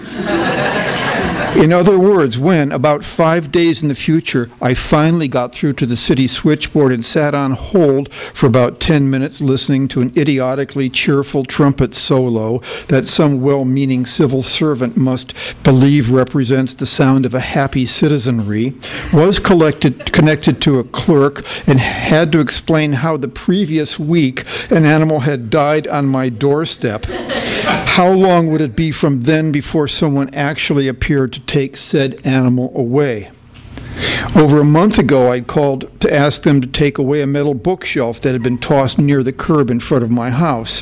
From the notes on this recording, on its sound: THIS EVENT WAS RECORDED LIVE AT SKYLIGHT BOOKS APRIL 5, 2011.